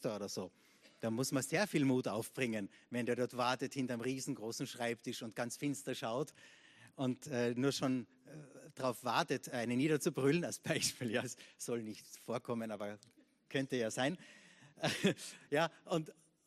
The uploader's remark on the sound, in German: Gottesdienst live aus der LIFE Church Wien.